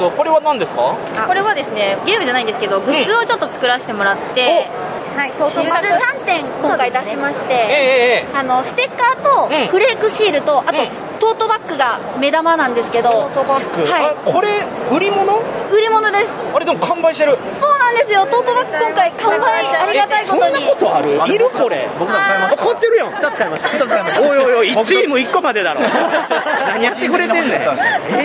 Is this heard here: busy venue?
yes